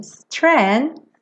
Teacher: O G é um penetra nessa festa, tá? Então, foi no N. Strength. Bota o TH.